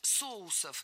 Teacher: Это слово с неподвижным ударением на основе. Поэтому во всех формах ударяем первый слог.